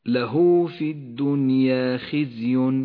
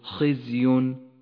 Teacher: حرف الخاء حرف مفخم لأنه حرف استعلاء، ولكنه جاء هنا مكسورا فيفخم ولكن بأدنى المراتب · Shown in: first take · قل هكذا له في الدنيا خزي، ولا تقل خزي فإنك بهذا تكون قد بالغت في التفخيم.